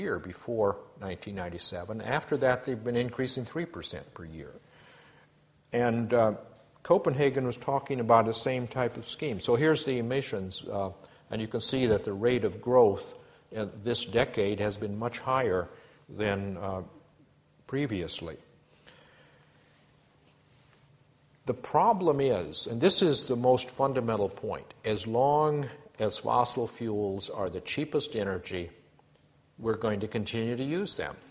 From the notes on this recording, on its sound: A Sydney Ideas lecture